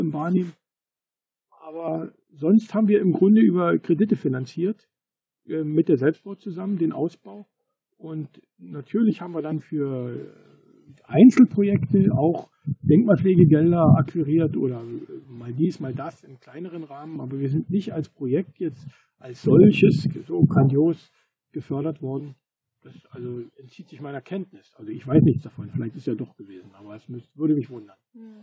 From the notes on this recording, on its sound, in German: Diese Folge ist spontan nach einem Workshop entstanden, weswegen die Episode nicht in der gewohnten Tonqualität aufgenommen wurde.